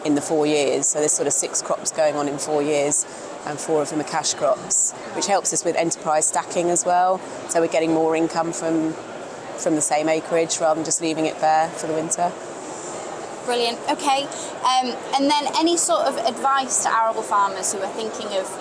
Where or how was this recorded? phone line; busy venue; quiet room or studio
busy venue